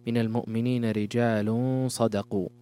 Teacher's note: تنوين ضم أتى بعده حرف الصاد وهو من حروف الإخفاء